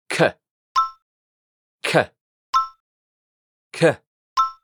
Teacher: en inglés, al hacer este sonido, expulsamos más aire.